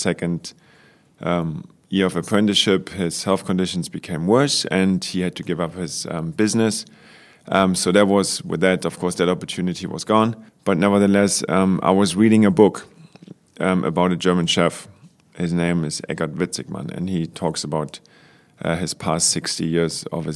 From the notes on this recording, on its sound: Recorded at Inua in Tokyo. Recorded at Inua in Tokyo.